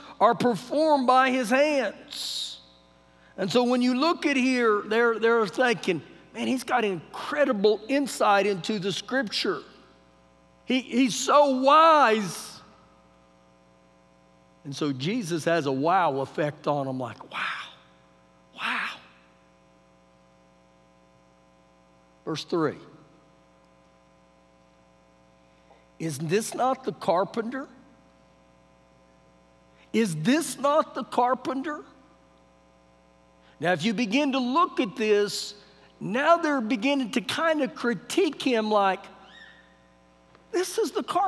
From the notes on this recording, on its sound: Recorded live during our Wednesday night service